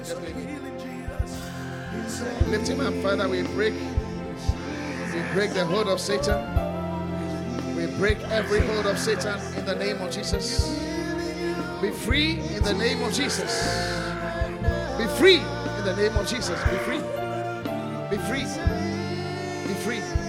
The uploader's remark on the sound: Preached at the Qodesh